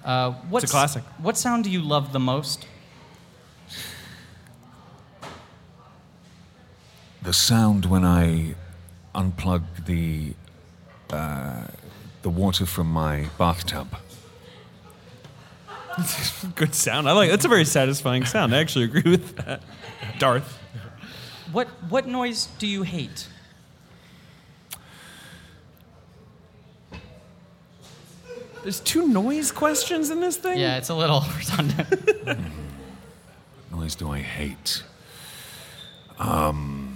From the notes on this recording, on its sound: Live from the 19th annual Del Close Marathon in New York City